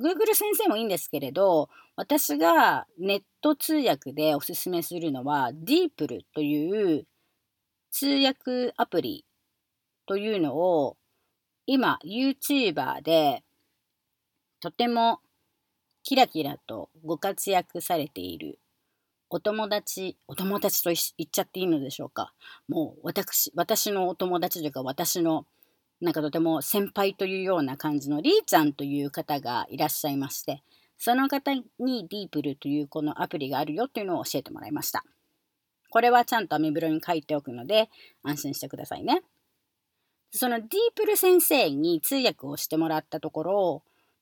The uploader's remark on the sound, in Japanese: アメリカの異常気象の中 （いつもだったら マイナス５度）が今日は２１度で 車の中で半袖で エアコンつけて。強風警報が朝から出てて 最高風速が１２０キロになるかも知れない。